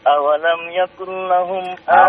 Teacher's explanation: Ayatan dua harokat. Jangan terlalu panjang.